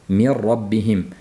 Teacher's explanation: Va ayni paytda min robbihim deb mahraji ham talaffuz qilinmaydi. To'laligicha r ga aylanib ketib, bitta tashdidli r holatiga keltirilganligi uchun komil idg'om deyildi va g'unnasiz talaffuz qilinganligi uchun g'unnasiz idg'om deyildi.